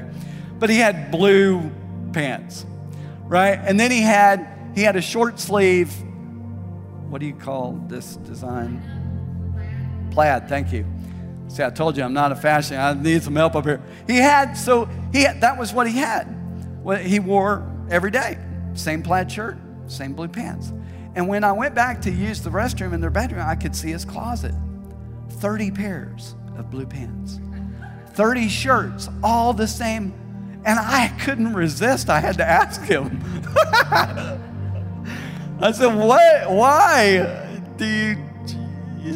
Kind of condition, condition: setting, large echoing room